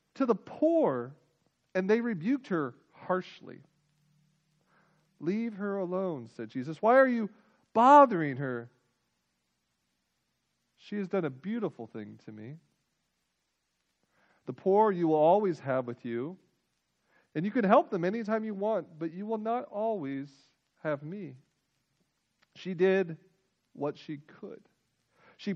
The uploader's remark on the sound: Full length audio recording of our joint worship service with Northbrook Baptist Church.